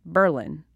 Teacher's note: emphasis on the first syllable. It's very, very subtle.